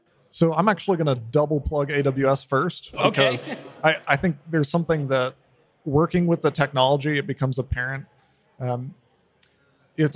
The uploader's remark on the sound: On tonight’s special live in-person episode of WHAT THE TRUCK?